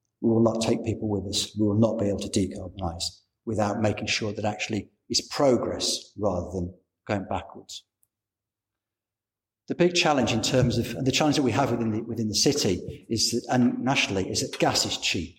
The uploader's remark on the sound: Recorded with permission at a public event at The Guildhall, Hull, on Monday 9th March 2020.